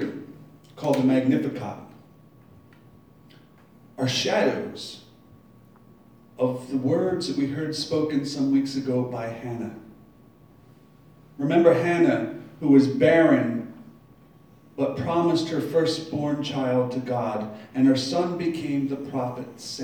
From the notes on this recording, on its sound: Live from Black Cloister Brewing Company.